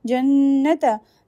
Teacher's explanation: we'll do most complete ghunna. Ghunna for two haraka long.